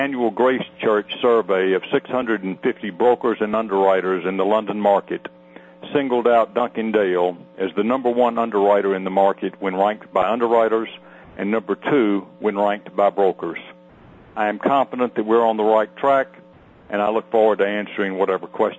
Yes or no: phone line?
yes